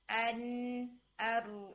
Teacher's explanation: اس کو پریکٹس کرنے کے لیے سب سے بہترین طریقہ ہے نون کے ساتھ، یعنی جیسے آپ نون کے ساتھ اس کو پریکٹس کریں، ان ار کر کے آلموسٹ سیم جگہ پر لگتا ہے، صرف فرق یہ ہوتا ہے کہ نون سے نون کے مخرج سے ٹپ آف ٹنگ آپ کی نا را کے لیے تھوڑی آگے لگتی ہے، اور جہاں پر نون کے لیے ٹپ لگاتے ہیں وہاں پر آپ کا را کے لیے ٹاپ لگ رہا ہوتا ہے، ٹھیک ہے. · Term: را کے مخرج